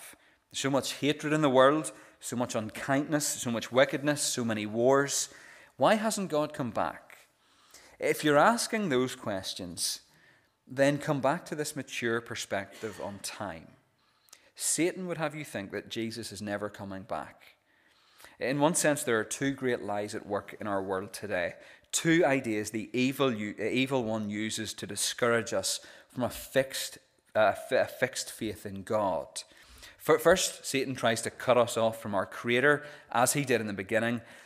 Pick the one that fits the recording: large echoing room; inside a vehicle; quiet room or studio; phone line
large echoing room